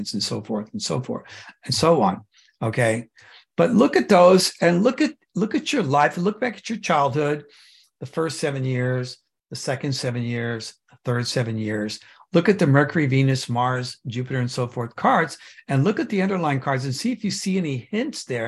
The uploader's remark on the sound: The shows are now all hosted on Zoom.